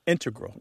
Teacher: Just to clarify here, both correct, but the mathematicians and math-using scientists are more likely to put, say, integral with the stress on the first syllable